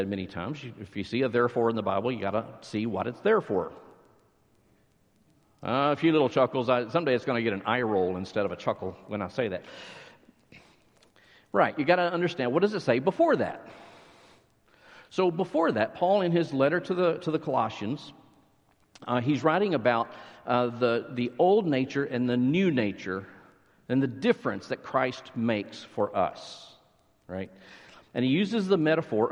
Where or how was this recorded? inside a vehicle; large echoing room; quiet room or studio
large echoing room